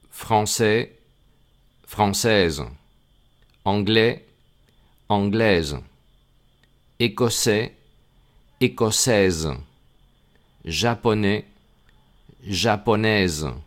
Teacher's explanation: esa S tiene que sonar muy claramente y además no suena como en español, sino que es una S sonora. Es una S que se parece a un mosquito.